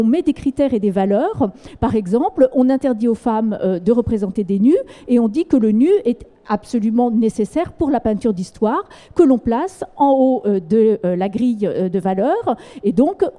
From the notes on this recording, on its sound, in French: À Beaubourg. Lors d’un enregistrement public le 4 avril 2019 au Centre Pompidou.